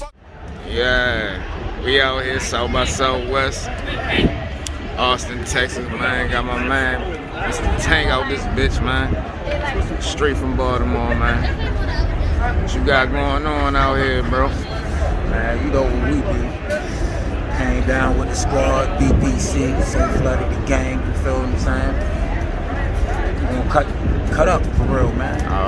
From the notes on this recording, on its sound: A quick walkthrough of the South by Southwest festival in Austin Texas